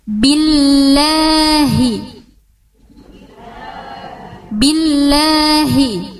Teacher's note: ba itu harus ditekan karena dia sifatnya syiddah